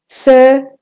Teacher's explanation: So the sir is the stressed syllable. With the American, it's sir.